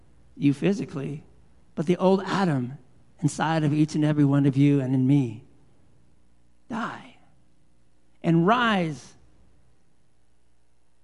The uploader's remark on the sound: Live Worship Service.